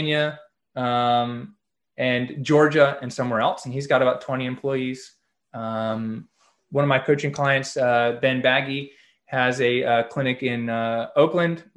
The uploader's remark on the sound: Call With UMass Lowell DPT Club. Shares his Zoom conference with UMass Lowell DPT Club.